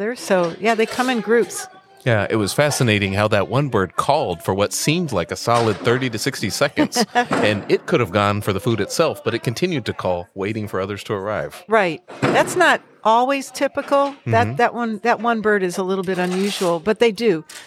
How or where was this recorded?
busy venue